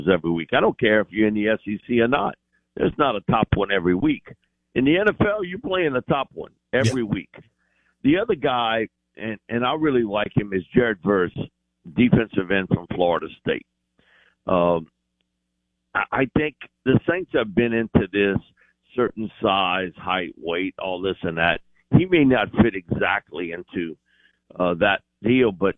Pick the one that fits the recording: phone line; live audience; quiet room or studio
phone line